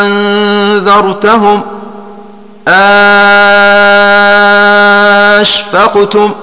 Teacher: كان بعد الهمزة المبدلة ساكن النحو أأنذرتهم أأشفقتم، فلا بد من مد الألف المبدلة من الهمزة مدا مشبعا بمقدار 6 حركات هكذا أنذرتهم أشفقتم، لأنها ساكنة والسكون الذي بعدها لازم، فيكون مدها · Term: المد اللازم